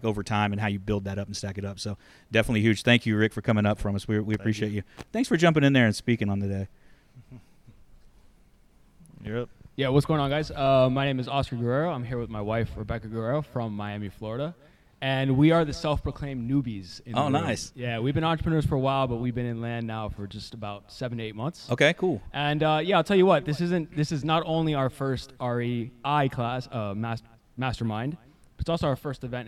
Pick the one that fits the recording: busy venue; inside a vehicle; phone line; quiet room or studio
busy venue